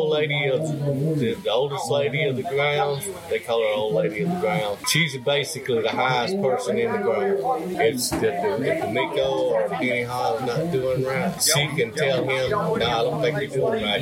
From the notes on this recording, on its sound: at the 2022 Southeastern Indian Festival